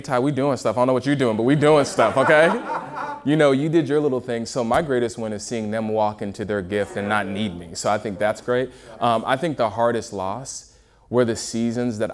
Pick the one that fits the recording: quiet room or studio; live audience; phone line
live audience